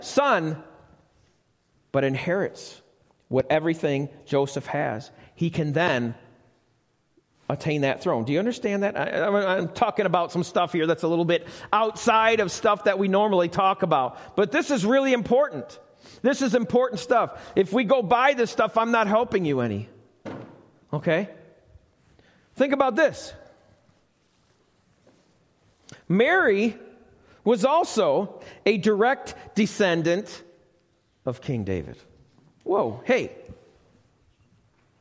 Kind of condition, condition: setting, live audience